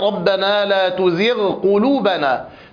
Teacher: وكذلك ينبغي على القارئ أن يتحفظ ببيان الغين إذا وقع بعدها عين أو قاف، وذلك لقرب المخرج، كقوله تعالى ربنا لا تزغ قلوبنا. فالغين من أدنى الحلق وبعدها مباشرة القاف من أقصى اللسان، فبينهما قرب شديد في المخرج، فهذا يحتاج القارئ فيه إلى أن يتحفظ في نطق الغين ويأتي بها على الوجه الصحيح.